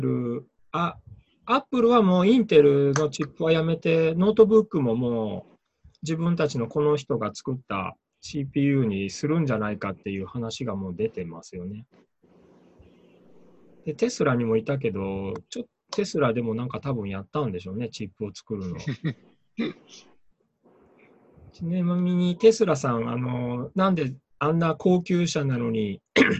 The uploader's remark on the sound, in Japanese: ミーティングZOOM会議